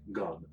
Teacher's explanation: râul ăla, când urmează o, o consoană după el, râul ăla e gătuit